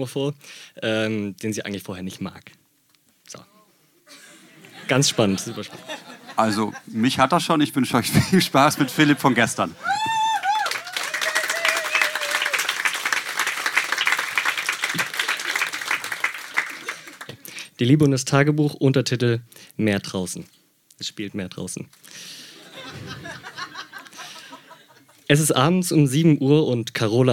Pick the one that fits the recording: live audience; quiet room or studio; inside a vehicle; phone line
live audience